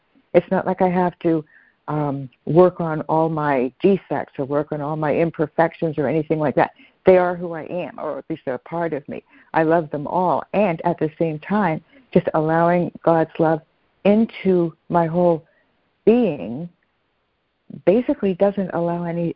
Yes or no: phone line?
yes